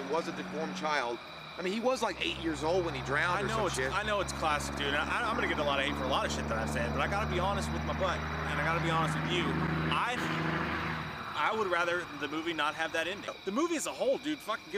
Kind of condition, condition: setting, outdoors